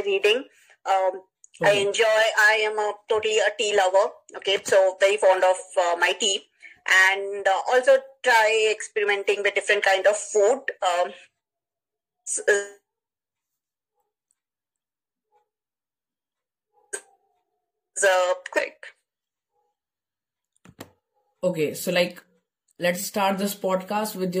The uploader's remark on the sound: Sorry for first 5min of bad audio